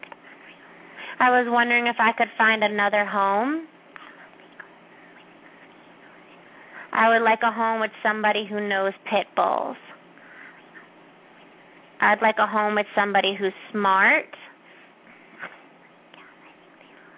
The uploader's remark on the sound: open up the lines for listeners to call